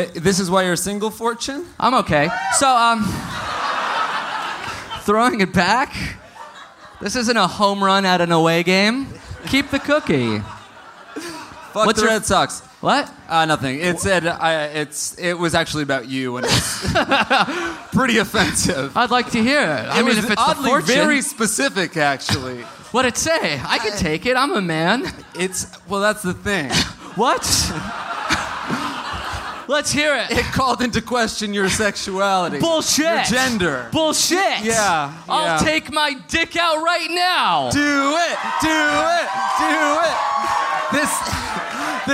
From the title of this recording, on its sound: Live in Austin